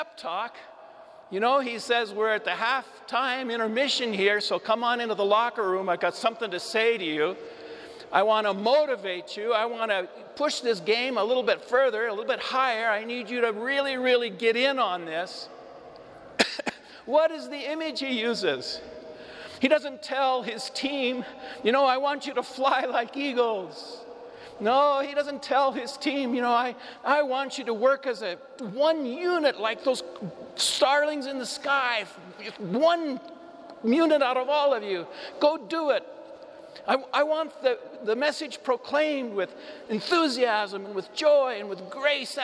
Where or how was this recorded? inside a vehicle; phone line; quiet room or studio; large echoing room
large echoing room